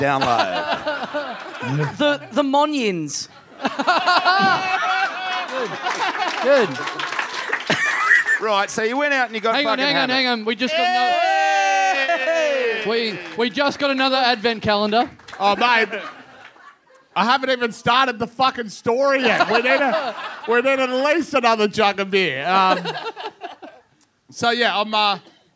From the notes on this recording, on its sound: Recorded LIVE at The Roxbury Hotel in Sydney on Sunday November 22, 2015.